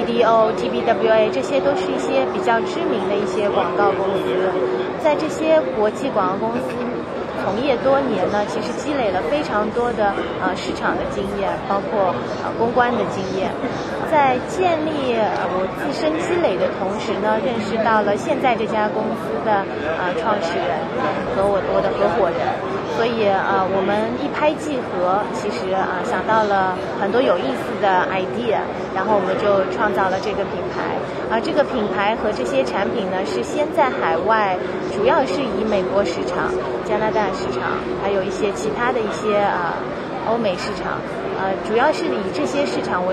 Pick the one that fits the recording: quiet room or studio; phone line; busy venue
busy venue